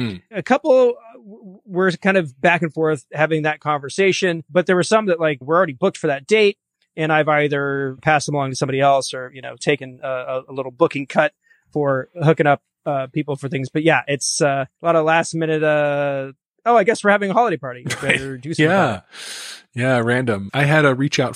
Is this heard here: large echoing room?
no